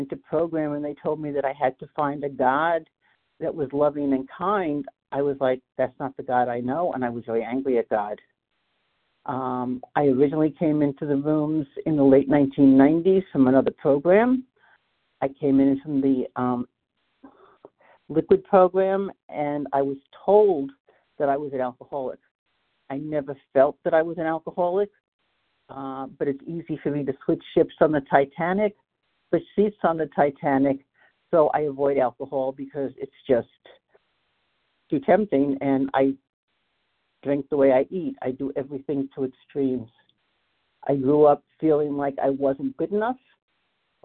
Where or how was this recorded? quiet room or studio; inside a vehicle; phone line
phone line